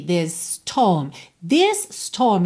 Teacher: This termina em S, storm começa em S, você junta num S só